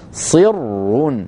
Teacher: ولا تغرنا الكسرة التي قبل الراء المشددة، لا أثر لها في الراء المشددة